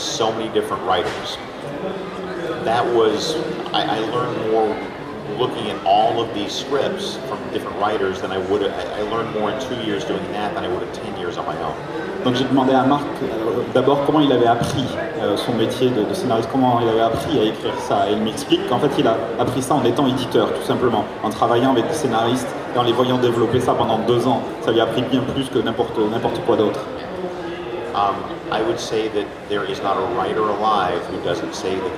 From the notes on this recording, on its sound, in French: Seconde conférence du dimanche du TGS 2017. Conférence TGS 2017 : Atelier d'écriture.